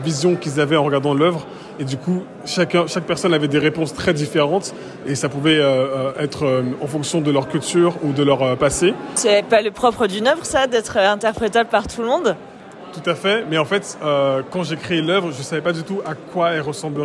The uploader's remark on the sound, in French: Reportage au cœur d'une exposition des plus grand•es artistes du crypto art.